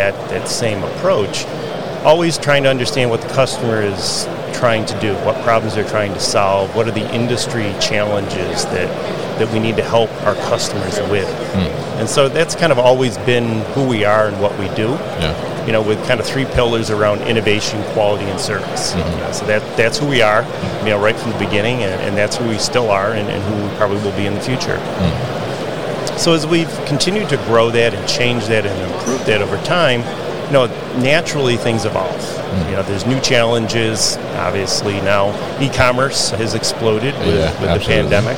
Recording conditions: busy venue